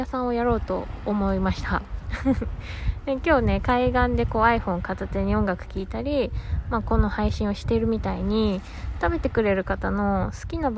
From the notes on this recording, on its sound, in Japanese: マスクにサングラスで一人語り。怪しさ満載で地元の海岸を散歩がてら収録。海岸の音を聴きながら、どうぞ。波の音。